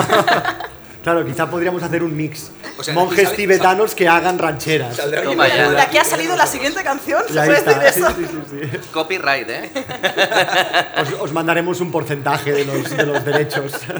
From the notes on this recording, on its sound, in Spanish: Acompañanos a batir el Record Guiness Mundial del Podcast de la mano del Teatro Victoria de Barcelona. Un episodio donde planeamos en vivo.